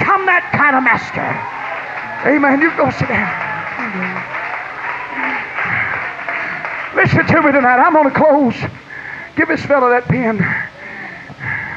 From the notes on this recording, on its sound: was preached in Ruidosa, New Mexico at the ALJC Texas District Western Camp